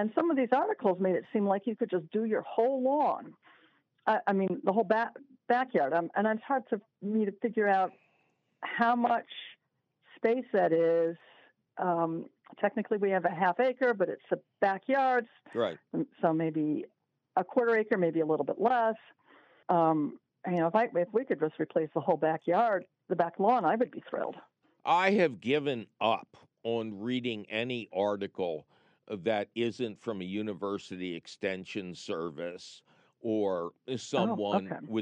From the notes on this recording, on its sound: your fabulous phone calls!